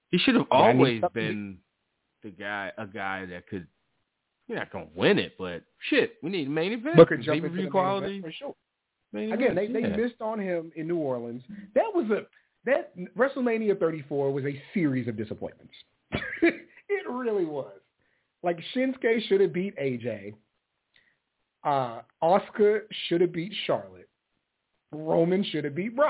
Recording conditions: phone line